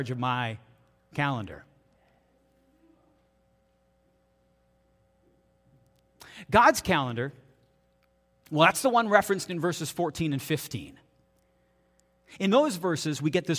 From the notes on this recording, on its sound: This is audio taken from the June 4, 2023 Sunday sermon at FBC Charlottetown PEI Canada.